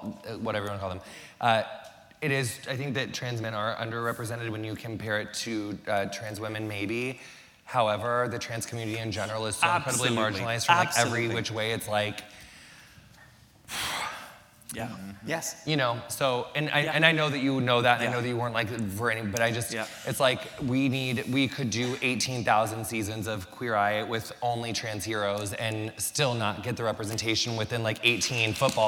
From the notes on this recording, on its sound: In front of a live audience at New York's 92nd Street Y.